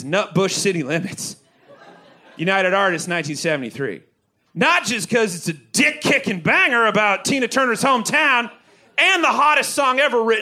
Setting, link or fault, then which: setting, busy venue